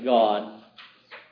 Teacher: the D is a stop, an alveolar stop. You run your tongue up, you say, God.